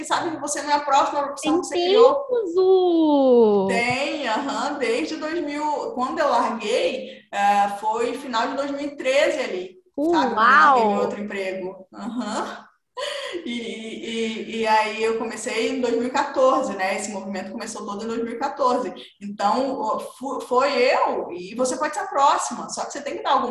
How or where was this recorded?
video call